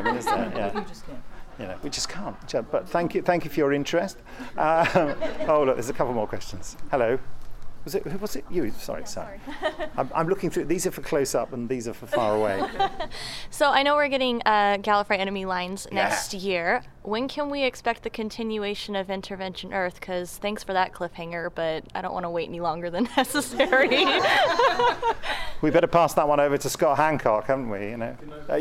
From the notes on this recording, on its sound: Recorded during the Gallifrey One Doctor Who convention in Los Angeles with questions from our loyal audience.